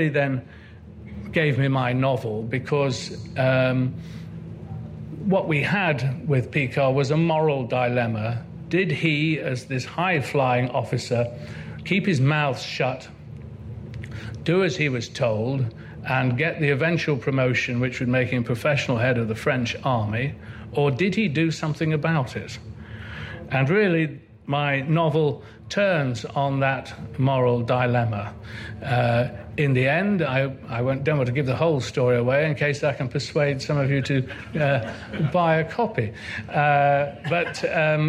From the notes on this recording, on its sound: Recorded at Chalke Valley History Festival 2016.